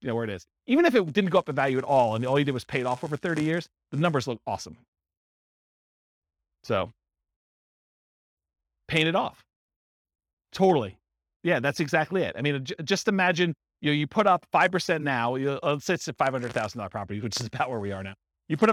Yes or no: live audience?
yes